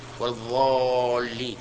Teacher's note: ينطق بهذه الضاد ضاء مغلظة أيضا يغلظ نعم يملأ فمه منها